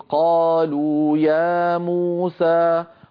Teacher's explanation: هذه 5 مدود متتالية طبيعية متساوية في الزمن، كل واحد منها مد طبيعي. فالمقدار الأول أن أمد كل حرف من هذه الحروف قالوا يا موسى بمقدار نطقي بحرفين متحركين متتاليين، يعني بمقدار حركتين، فهذا هو القصر. · Term: المد الطبيعي